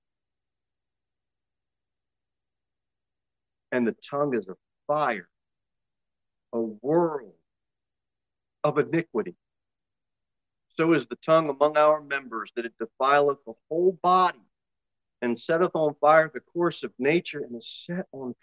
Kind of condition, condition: setting, large echoing room